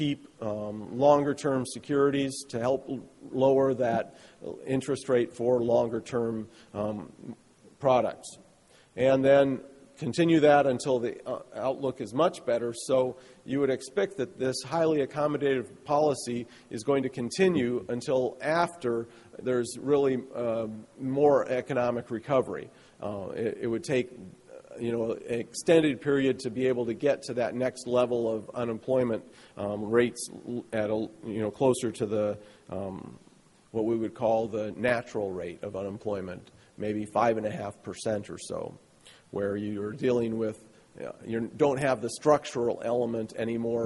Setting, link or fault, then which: setting, live audience